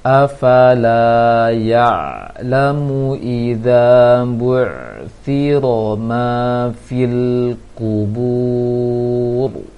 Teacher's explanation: ada ro kasrah di ujung ayat dan kita sukunkan karena kita berhenti.